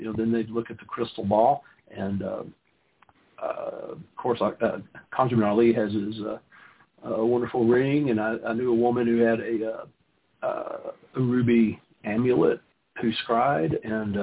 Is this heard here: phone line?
yes